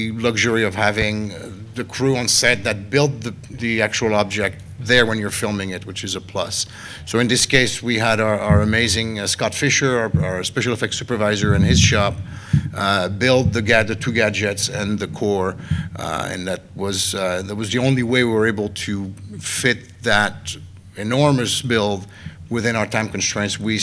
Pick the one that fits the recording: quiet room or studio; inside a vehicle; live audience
live audience